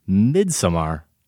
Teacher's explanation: Just a little bit of emphasis is needed on the first syllable, Midsommar, and it's perfect.